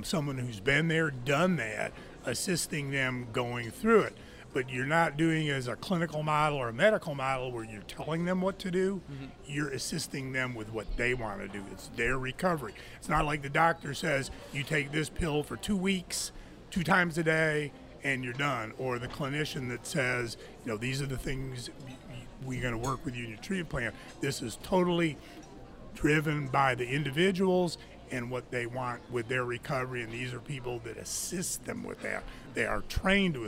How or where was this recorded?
busy venue